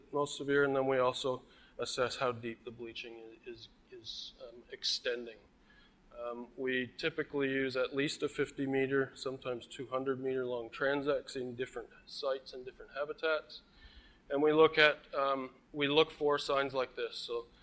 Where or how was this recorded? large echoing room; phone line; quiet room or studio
large echoing room